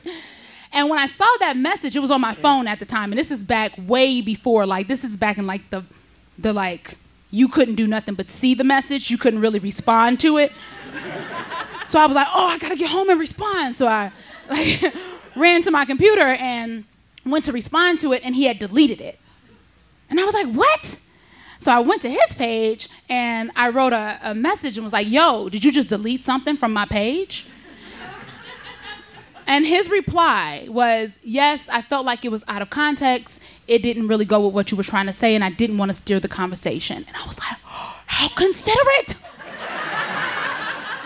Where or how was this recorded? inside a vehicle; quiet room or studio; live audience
live audience